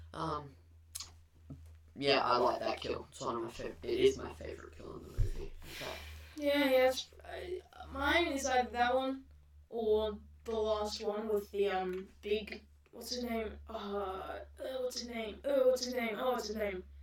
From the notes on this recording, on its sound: Very sorry about the audio on this one.